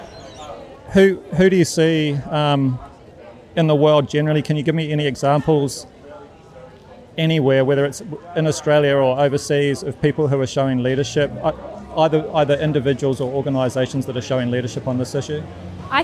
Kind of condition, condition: setting, outdoors